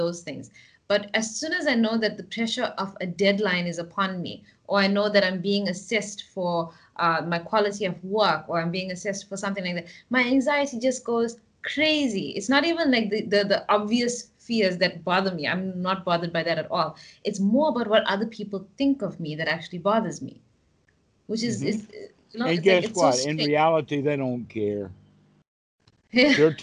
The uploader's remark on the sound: skype calls on this channel